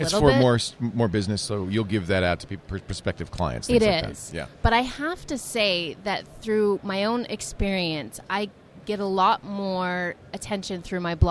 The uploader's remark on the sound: Live From NAB